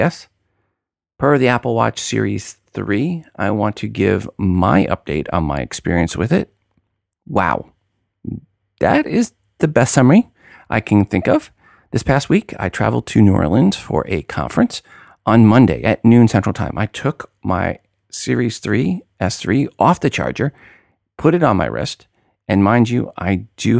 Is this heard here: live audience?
no